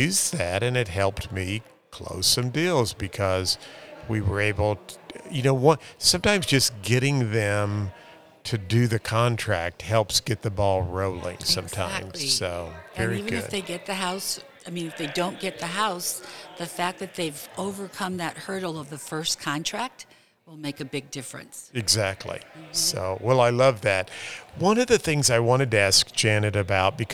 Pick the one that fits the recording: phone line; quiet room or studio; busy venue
busy venue